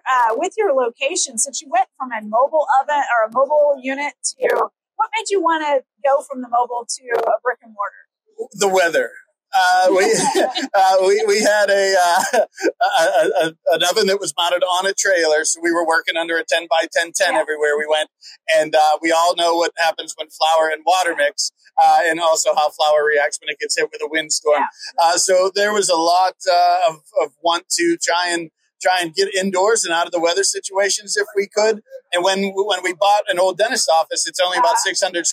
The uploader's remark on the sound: This year, we took The Hot Slice Podcast to the show floor at Pizza Expo. Be patient with the sound. It will be worth it to hear the enthusiasm and energy of pizzeria professionals at the show.